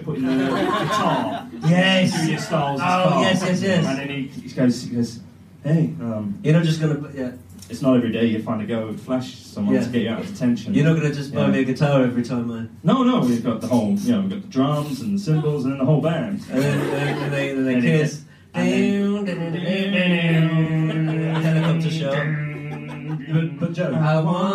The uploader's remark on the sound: The REST of the live show from a few weeks ago.